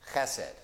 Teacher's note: This is going to be real simple, but H-E-S-E-D, chesed. There's a little guttural at the beginning there